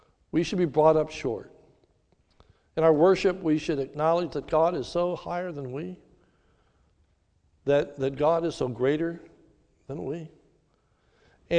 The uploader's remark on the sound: This sermon was recorded live at the Lebanon Bible Fellowship Church in Lebanon, PA on 06/27/2021 during the evening service.